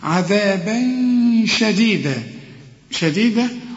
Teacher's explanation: الشين دي العلماء بيسموها حرف إخفاء، يبقى هنا حخفي